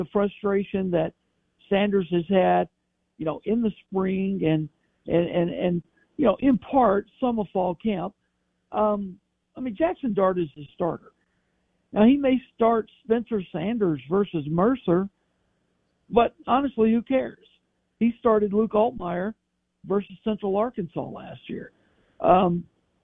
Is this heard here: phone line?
yes